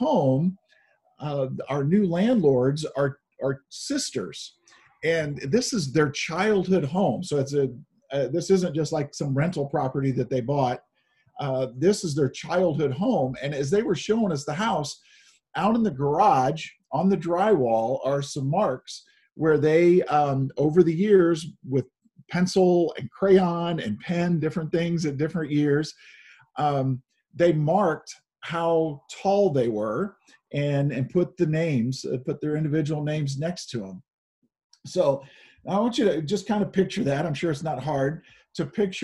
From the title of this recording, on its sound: Zoom Sunday